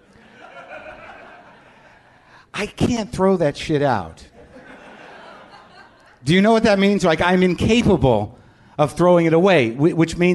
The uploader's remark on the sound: Live from The Bell House in Brooklyn